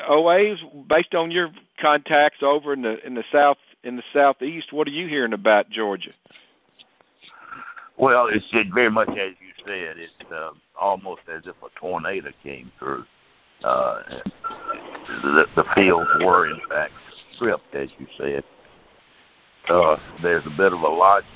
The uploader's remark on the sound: Monthly Conference Call